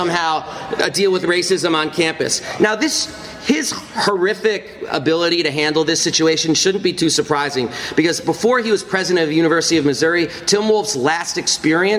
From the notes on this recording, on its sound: Then, in front of a live audience, I do a talk about the political lessons of the Mizzou football strike against racism.